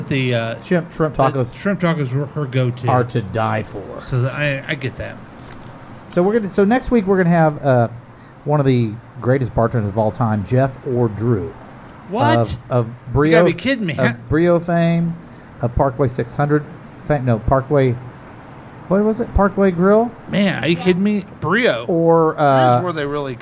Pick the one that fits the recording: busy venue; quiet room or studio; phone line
busy venue